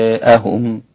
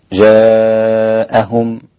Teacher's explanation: طبعا كلمة جاءهم ممالة عند الإمام ابن ذكوان والإمام حمزة والإمام خلف العاشر، هؤلاء الثلاثة يميلون جاءهم، مع مراعاة أن الإمام حمزة يمد 6 حركات · Shown in: first take